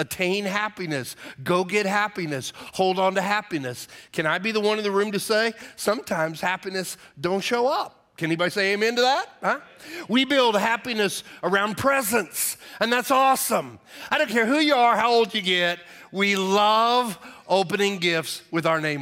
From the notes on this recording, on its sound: Message delivered on 12/24/22 for our Christmas Eve Service